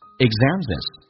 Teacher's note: exams 跟 is 可以有个连音